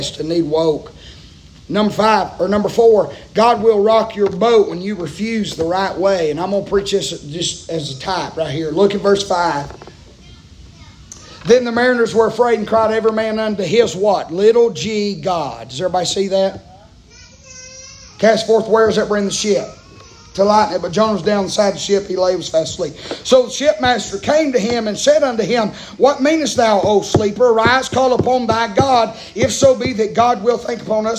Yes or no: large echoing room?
yes